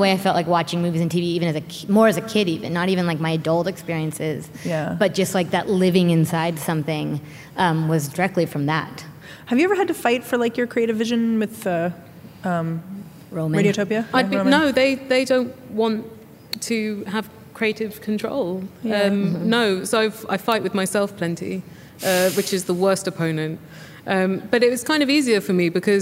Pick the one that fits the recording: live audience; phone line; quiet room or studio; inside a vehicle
live audience